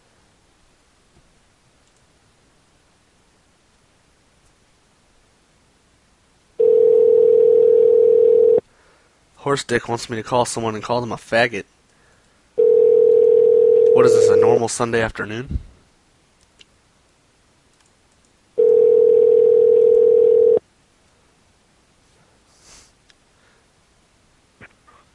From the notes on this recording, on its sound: Personal Prank Phone Calls Collection